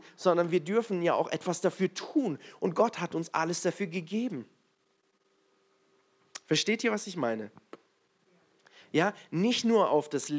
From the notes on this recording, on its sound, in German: in der Gemeinde Kaleo Schopfheim aufgenommen.